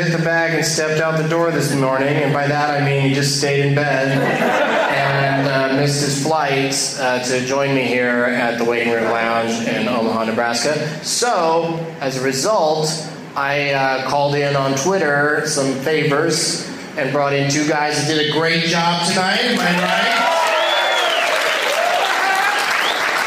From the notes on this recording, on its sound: audience members in this boner-sode from the Waiting Room Lounge in Omaha, NE